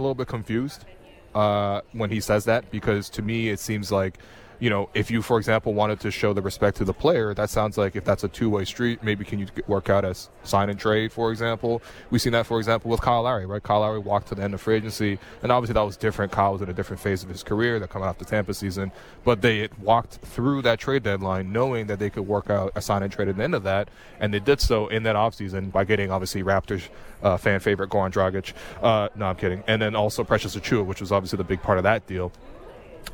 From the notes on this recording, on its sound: Live From Media Day. Live on location from media day.